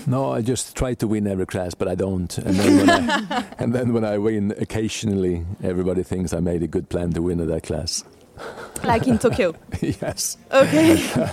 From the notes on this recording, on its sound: Today’s amazing episode was recorded at Geneva World Cup.